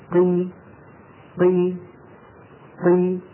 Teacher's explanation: وإن كان الحرف مكسورا أيضا يبتعد الطرفان في مخرج القاف ويصاحب هذا انخفاض للفك السفلي